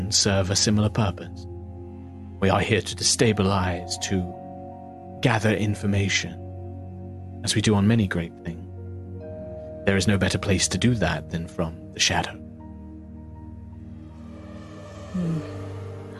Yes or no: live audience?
no